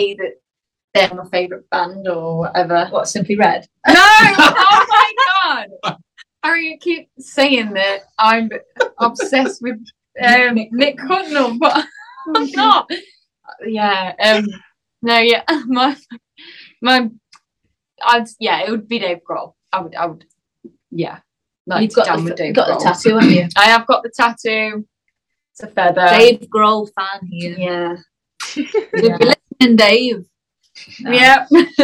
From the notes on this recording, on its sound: I sat down over Zoom